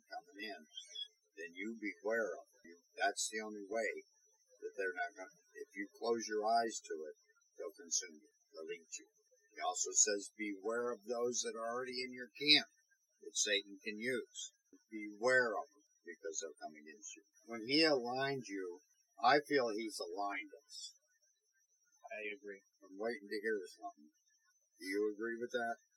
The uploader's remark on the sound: We apologize for the audio quality. We are still new and are working things out.